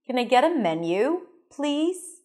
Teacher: If you raise your pitch at the end, this rising intonation, it sounds more open.